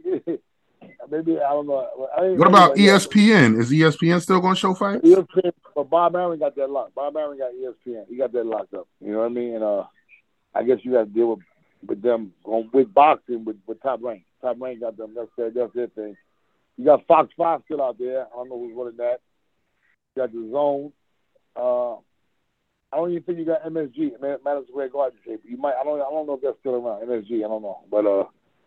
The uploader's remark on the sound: The phone interview was live